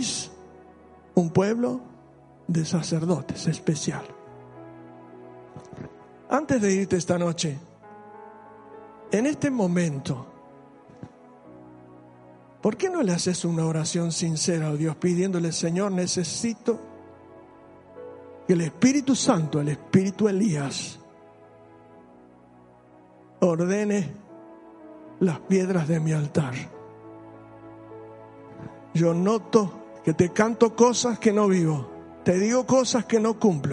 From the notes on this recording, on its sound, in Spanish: Sólo audio del domingo 26/7/15 en la Iglesia Bautista de Haedo.